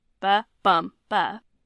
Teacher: The amphibrach, which is a set of 3 unstressed, stressed, unstressed